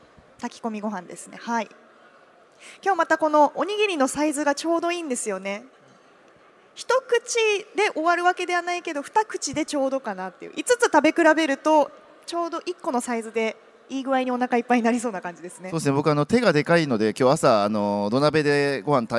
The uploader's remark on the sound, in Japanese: CRAFT SAKE WEEK 2023 at ROPPONGI HILLSにて公開収録。